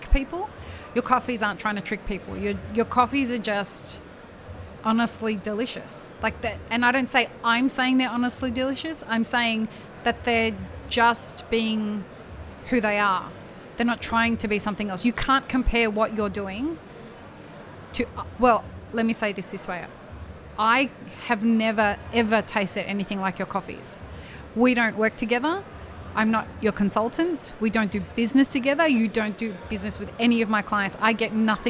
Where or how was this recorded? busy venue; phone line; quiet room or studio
busy venue